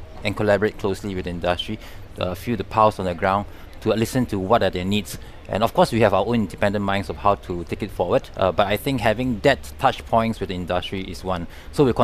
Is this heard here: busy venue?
yes